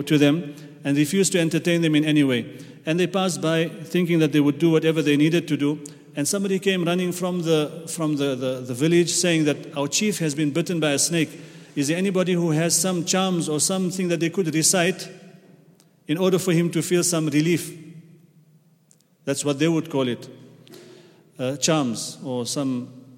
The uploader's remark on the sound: at the Houghton Masjid (West Street)